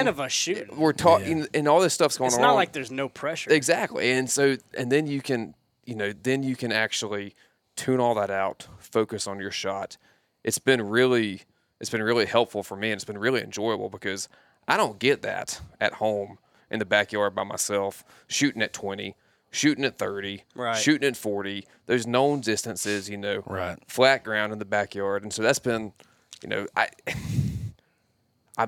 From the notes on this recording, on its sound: This episode was recorded at the first ever HLE Team Rendezvous from inside a 150 year old tobacco barn and needless to say, the setting of this Tuesday Tip was pretty sweet.